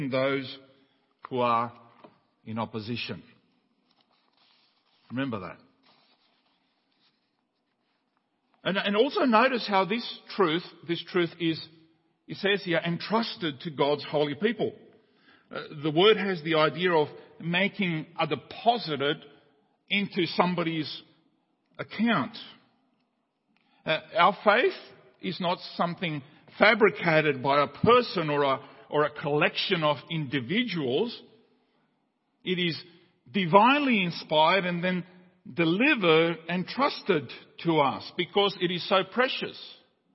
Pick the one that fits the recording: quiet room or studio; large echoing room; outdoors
large echoing room